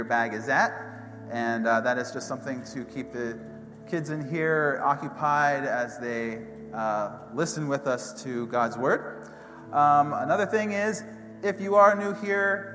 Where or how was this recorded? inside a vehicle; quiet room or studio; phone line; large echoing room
large echoing room